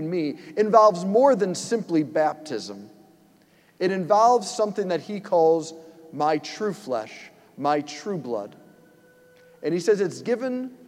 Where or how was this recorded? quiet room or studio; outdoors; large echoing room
large echoing room